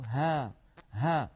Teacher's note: والهاء حرف قابل للمط والتطويل فهو حرف رخو